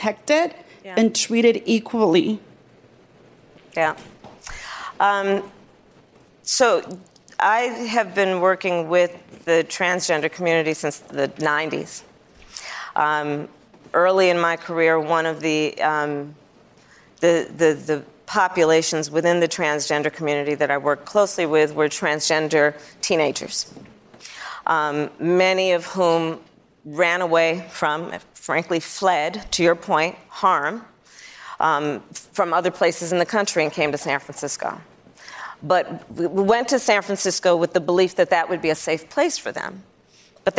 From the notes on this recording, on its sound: Live town hall. At The Novo in Los Angeles.